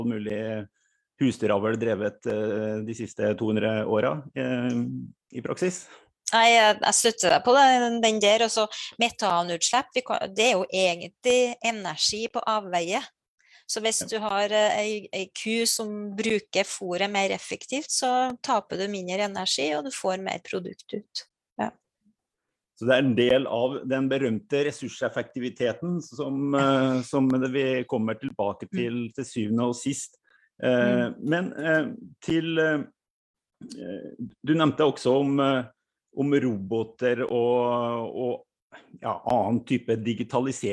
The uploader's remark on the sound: Live Zoom. I denne live-sendingen.